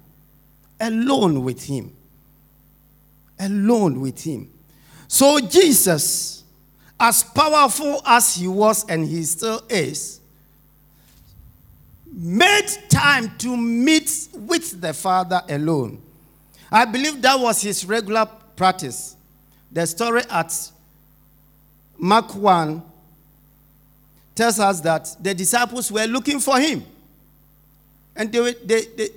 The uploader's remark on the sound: Sermon preached at Shiashie Campus